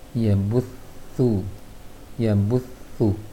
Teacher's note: Kemudian pada latihan ketiga, sedikit saja untuk tha yang bertasydid agak dilembutkan lagi